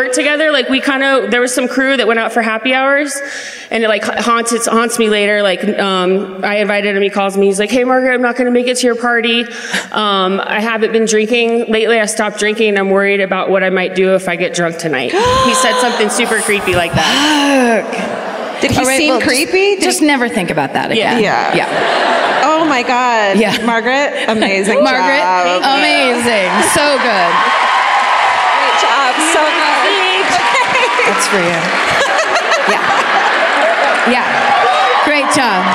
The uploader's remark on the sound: Live at the Bellco Theatre in Denver